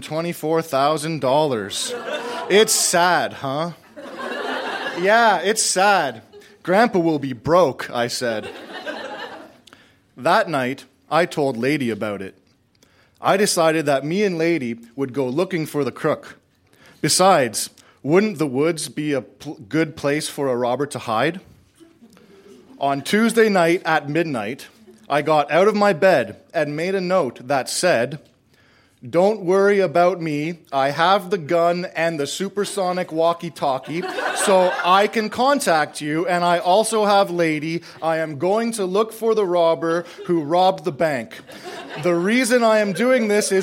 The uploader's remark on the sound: Recorded live at TWH Social in Kitchener.